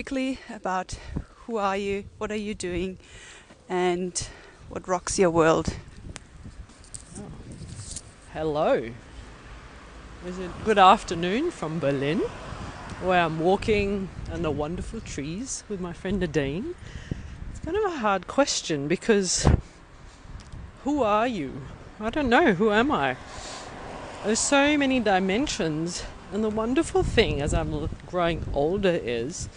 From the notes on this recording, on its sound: A walking interview through Berlin Schöneberg with an emergency doctor.